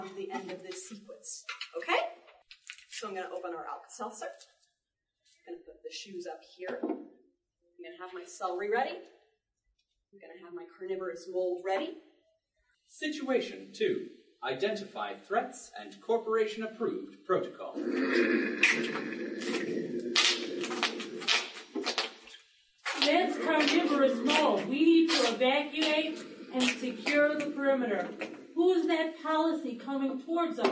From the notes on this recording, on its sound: Today we bring you a recording from our panel at the Oak Lawn Public Library.